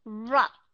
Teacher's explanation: rub đọc rõ ràng đó là short u sound ch đọc là schwa sound